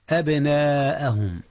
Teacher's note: جاء المد المتصل يا أستاذنا، حيث الهمزة والألف في كلمة واحدة، كلمة أبناء